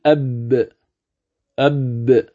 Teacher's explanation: الباء تخرج من الشفتين مع انطباقهما على بعضهما أقوى من انطباق الميم، فتنبه. إذن تقول أب من الشفتين، فتنطبق الشفتان على بعضهما أب.